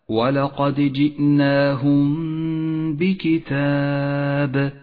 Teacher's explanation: نخفي الميم بالباء ونقف على الميم بغنة زمنها حركتان · Term: الإخفاء الشفوي